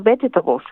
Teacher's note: Por lo tanto, la fuerza de la palabra, si tú te fijas, cae en la primera sílaba.